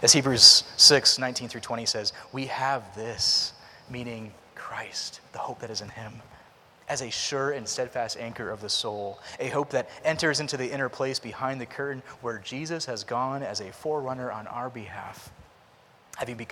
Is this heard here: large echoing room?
yes